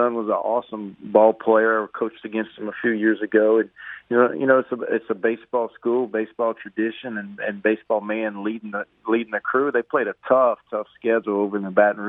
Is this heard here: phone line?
yes